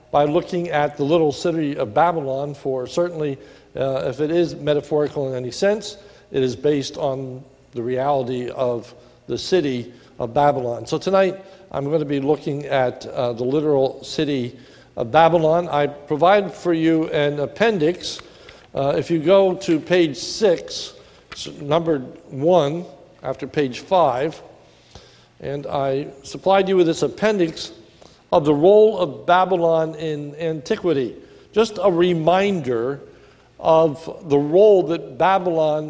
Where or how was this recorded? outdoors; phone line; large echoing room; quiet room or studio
large echoing room